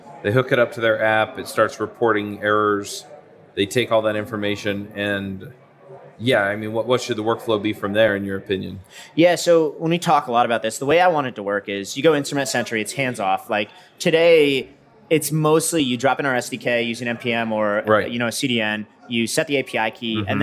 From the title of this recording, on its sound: LIVE at Microsoft Build